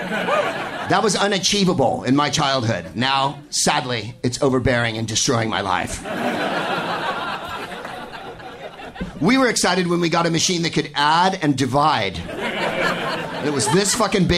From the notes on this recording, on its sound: Live from the Punchline in San Francisco